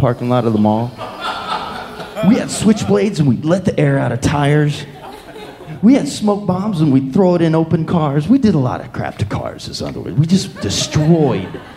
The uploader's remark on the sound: Live From Chicago